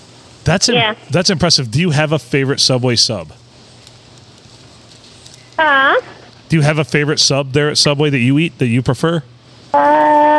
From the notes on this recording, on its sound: Recorded at the Silver Tavern, Deckerville (The olde STD) on a Sunday.